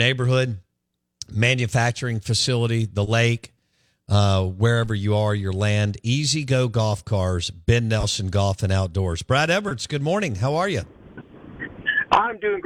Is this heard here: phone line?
yes